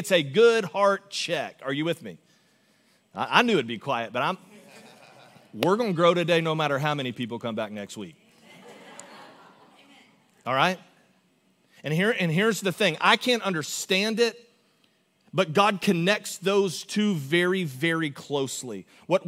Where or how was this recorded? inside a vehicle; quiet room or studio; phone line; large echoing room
large echoing room